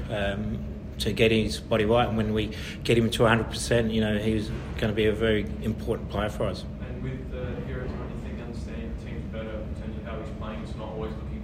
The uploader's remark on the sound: Post-Match Press Conference